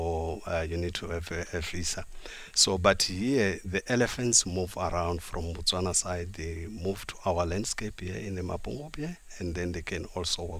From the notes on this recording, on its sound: OB: Mapungubwe National Park. We are broadcasting to you live from the Mapungubwe National Park where the mighty Limpopo River and Shashe River meet.